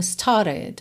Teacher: Você nem ouve o R do started, né? Porque a gente vai ter o rararã, então started, ok?